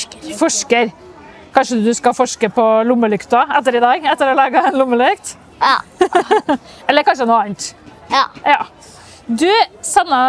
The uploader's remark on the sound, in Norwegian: Hun er på Skaperfest sammen med mammaen sin. Trondheim Tech Ports InnovasjonsPodcast ble spilt inn under årets Trondheim Skaperfest , midt på torvet i teknologihovedstaden Trondheim. Podcasten er gjort mulig i samarbeid med Nomono , som lånte oss sitt bærbare podcast-studio, fylt med splitter ny lydteknologi fra SINTEF .